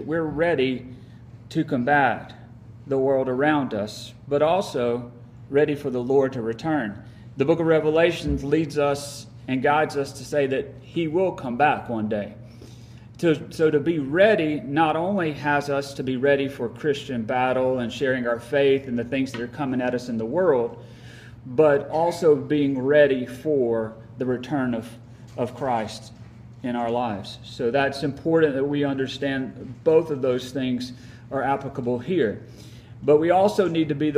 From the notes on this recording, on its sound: Live recording from Midweek Bible Study at Friendship Baptist Church, Sturgis, MS.